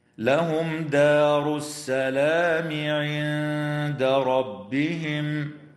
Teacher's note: قوله تعالى: لهم دار السلام عند ربهم، إظهار شفوي للميم الساكنة عند الدال في قوله تعالى: لهم دار، ويراعى ترقيق الدال في كلمة دار، لأن الدال من الحروف المرققة دائما، وتخفى النون الساكنة عند الدال مع الغنة مرققة في كلمة عند، ويجوز الوقف على قوله تعالى: عند ربهم، من قبيل الوقف الحسن.